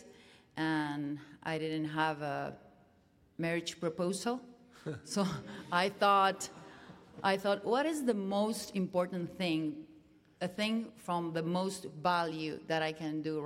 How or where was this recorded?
live audience